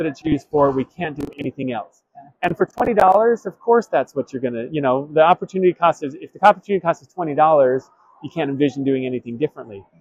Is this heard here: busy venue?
yes